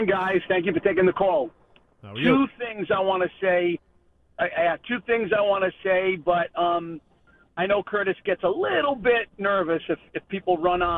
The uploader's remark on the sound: The phone lines remained flooded